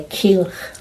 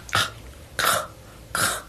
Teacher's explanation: Q's are said farther back in your mouth. A K is said almost in the middle